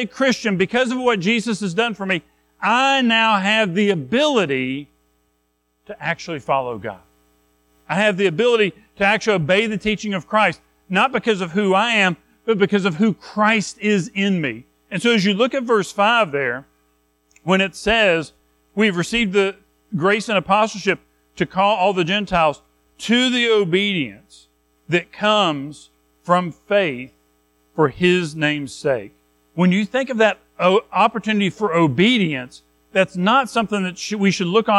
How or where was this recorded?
large echoing room